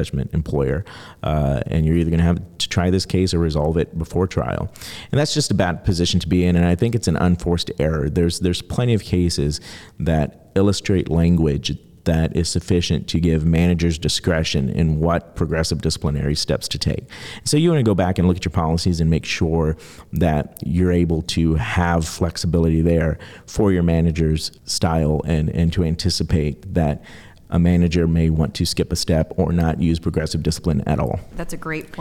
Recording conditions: busy venue